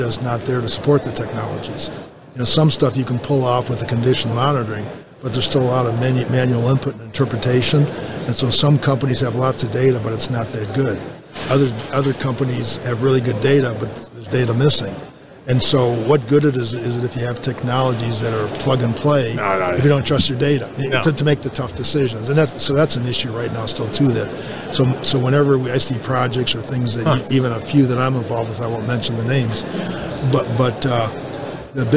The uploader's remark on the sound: Industrial Talk is onsite at the 30th Annual SMRP conference